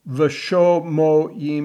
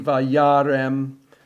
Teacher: we're going to change them, the O's to the A's, the Sephardic pronunciation · Shown in: second take